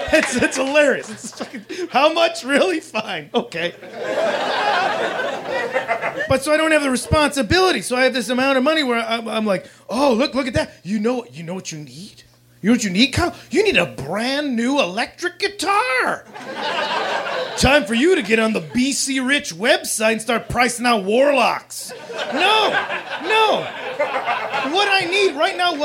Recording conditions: live audience